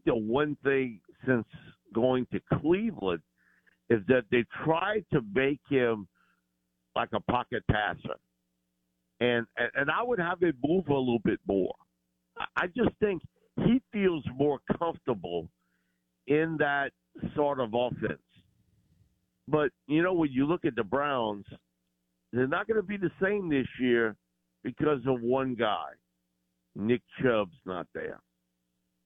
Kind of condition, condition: link, phone line